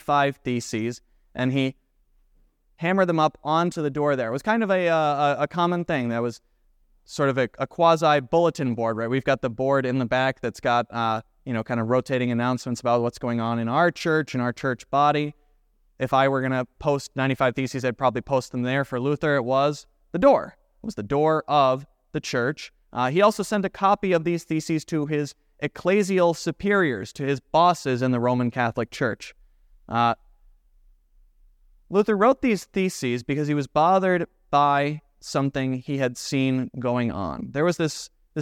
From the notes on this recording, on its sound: This Sunday sermon, based on Romans 3:19-30 , was preached at Grace of God Lutheran on October 29, 2023.